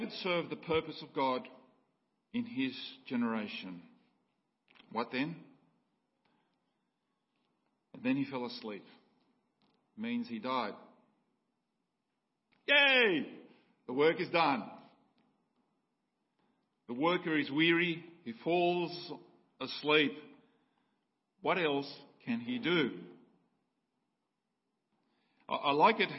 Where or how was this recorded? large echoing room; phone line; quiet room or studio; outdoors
large echoing room